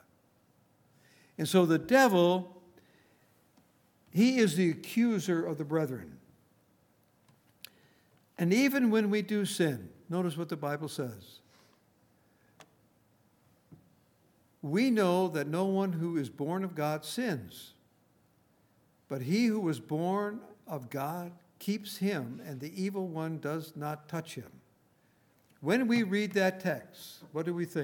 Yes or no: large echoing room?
yes